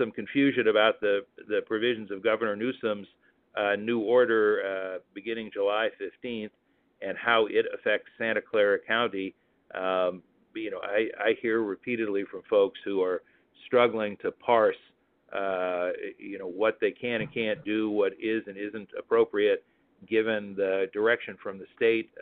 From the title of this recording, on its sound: Telephone Town Hall July 19th